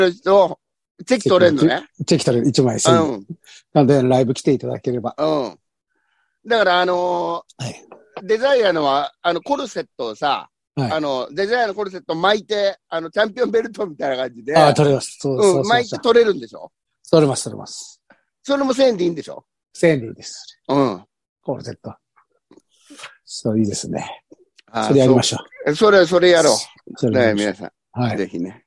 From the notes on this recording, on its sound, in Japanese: ZOOMで収録